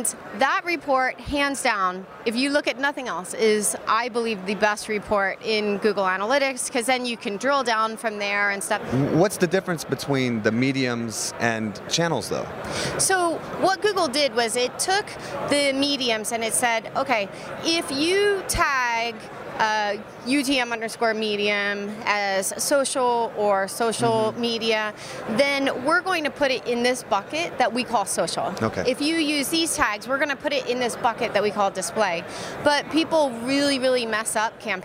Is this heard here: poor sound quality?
no